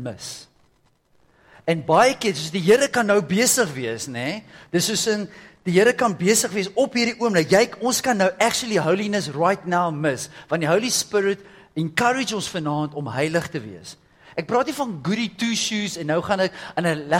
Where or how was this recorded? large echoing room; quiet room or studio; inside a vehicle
large echoing room